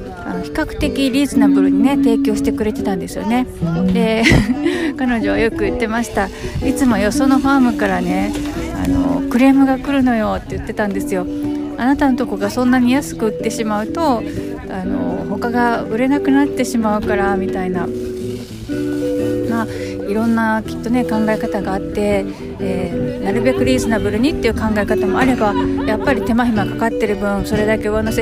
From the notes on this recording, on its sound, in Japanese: 土曜日のファーマーズマーケットで収録してきました。ローカルな雰囲気が伝わったら嬉しいですが、いかがでしょうか。